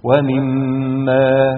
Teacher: هنطق الميم بغنة حركتين · Term: الميم المشددة